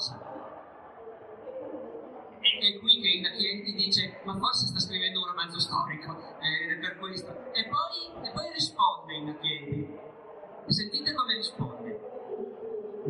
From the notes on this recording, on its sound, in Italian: Al Salone del Libro di Torino in una sala gremita. Audio restaurato al massimo possibile dall'originale.